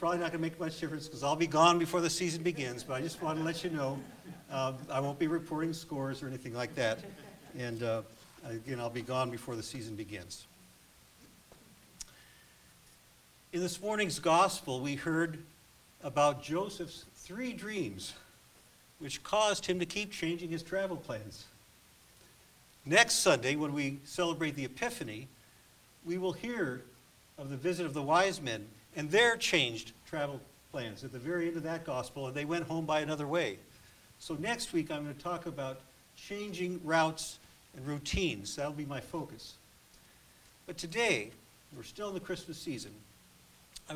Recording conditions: large echoing room